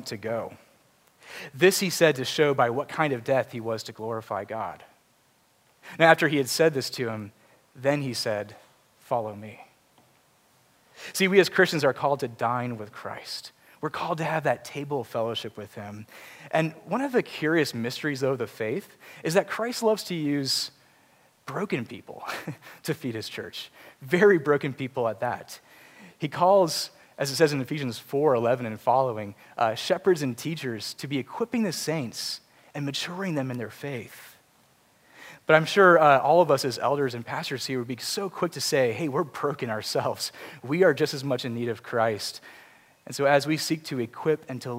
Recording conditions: large echoing room